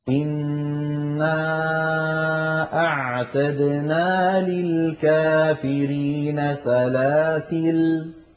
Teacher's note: فيها عند الوقف وجه زائد على أخواتها وهو حذف الألف عند الوقف